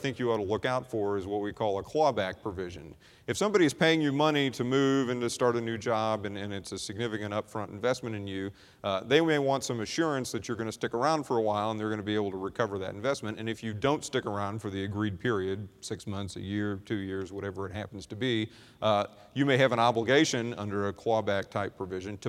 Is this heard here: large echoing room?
yes